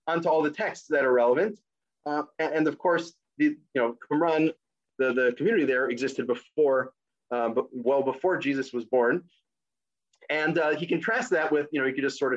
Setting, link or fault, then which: link, video call